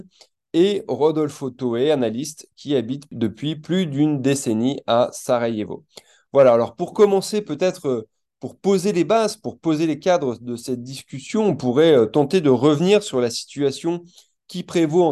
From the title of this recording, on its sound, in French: Replay | Webinaire